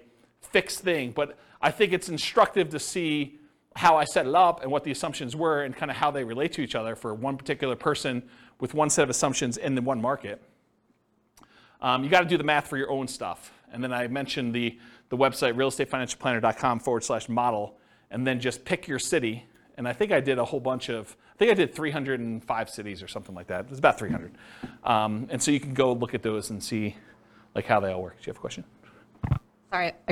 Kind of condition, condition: setting, live audience